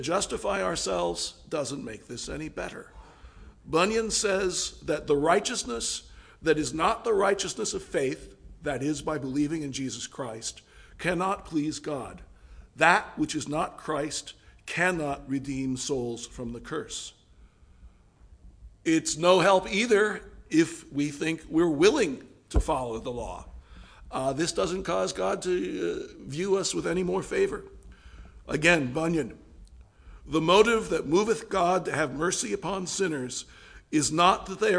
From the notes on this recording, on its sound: Delivered November 19th, 2017 at All Souls Anglican Church in Wheaton, IL.